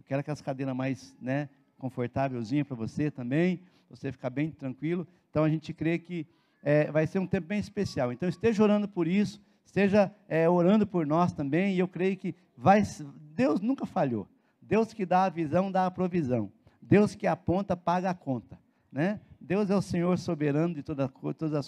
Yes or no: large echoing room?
yes